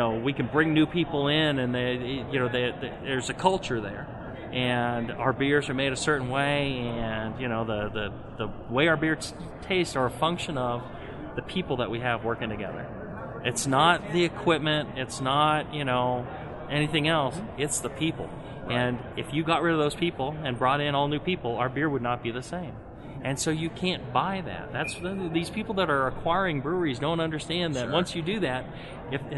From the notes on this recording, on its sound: We caught up to one of the biggest names in homebrewing at the 2016 Great American Beer Festival in Denver.